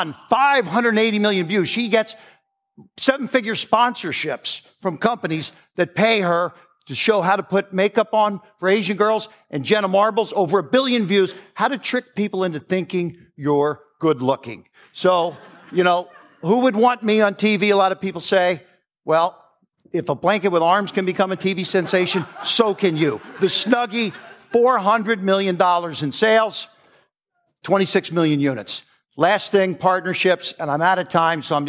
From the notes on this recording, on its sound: Recorded live at the Genius Network Annual Event.